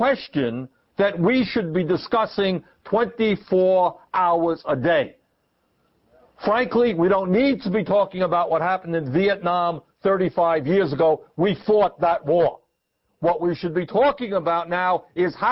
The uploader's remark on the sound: This forum was recorded on April 15, 2004, at the Greater Bangor Area Labor Council Hall in Brewer, Maine.